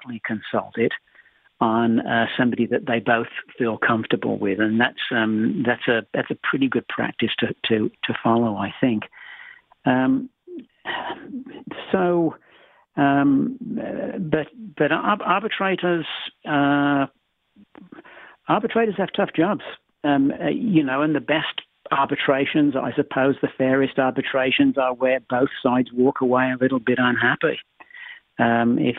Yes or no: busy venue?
no